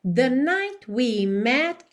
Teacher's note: você não consegue perceber os T's ali de night, met · Term: consoantes oclusivas